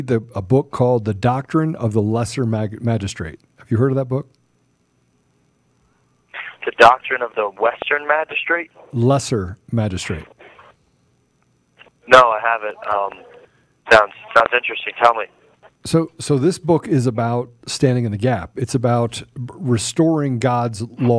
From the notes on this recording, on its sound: live with us again by phone